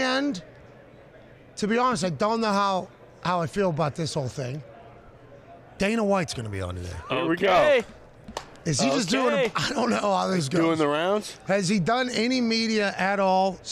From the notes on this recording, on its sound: LIVE from radio row in BEAUTIFUL Phoenix, Arizona.